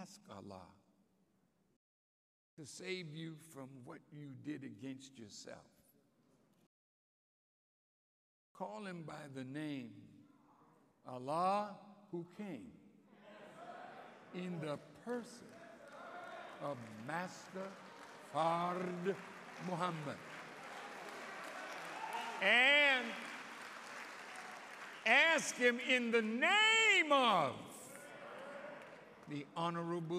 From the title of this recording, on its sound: Live Recording